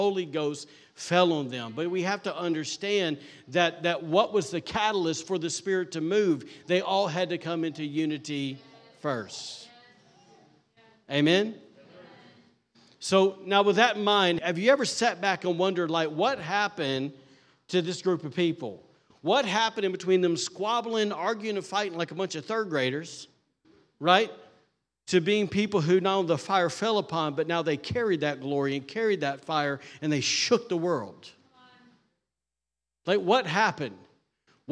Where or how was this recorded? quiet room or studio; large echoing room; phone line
large echoing room